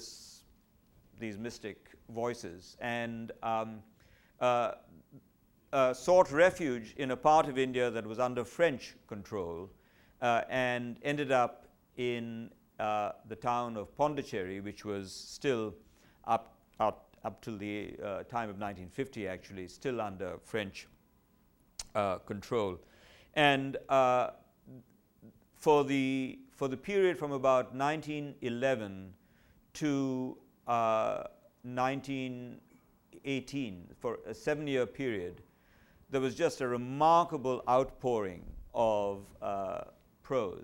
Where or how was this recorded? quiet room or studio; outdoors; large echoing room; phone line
large echoing room